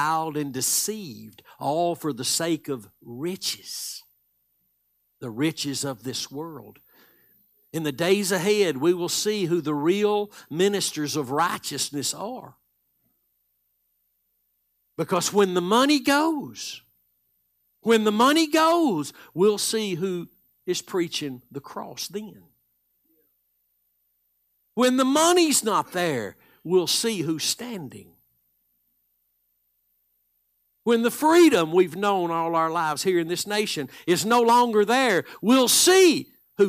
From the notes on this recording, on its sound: Live Sunday Morning Service